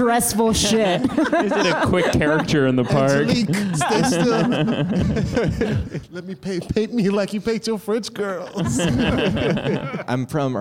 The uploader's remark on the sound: LIVE episode of The Cracked Podcast